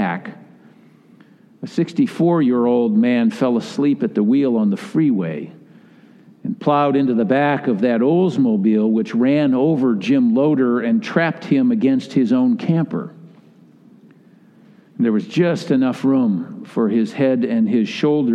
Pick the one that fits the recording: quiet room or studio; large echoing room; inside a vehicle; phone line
large echoing room